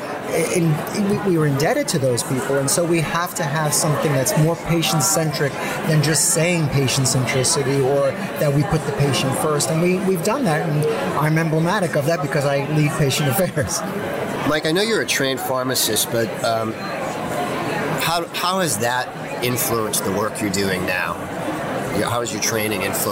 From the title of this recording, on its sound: Live at Pharma USA